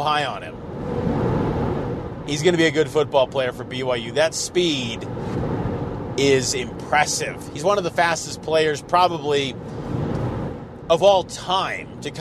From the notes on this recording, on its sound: On his drive home to Salt Lake from LaVell Edwards Stadium in Provo.